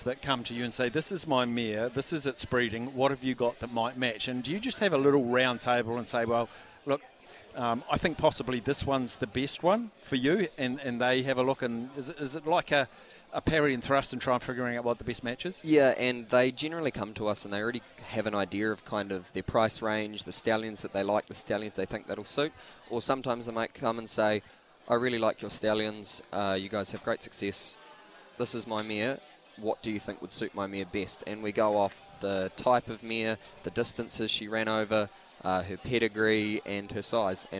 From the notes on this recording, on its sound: LIVE from the Karaka Yearling Sales